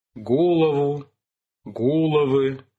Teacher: Голову, головы, где никакого переноса ударения не происходило, поэтому исконный циркумфлекс в качестве рефлекса имеет ударение на первом слоге полногласного сочетания